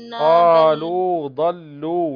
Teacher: ضاد مفخمة واللام مرققة